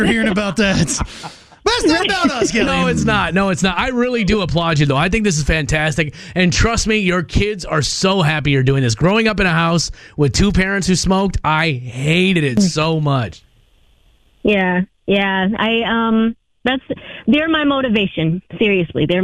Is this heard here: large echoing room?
no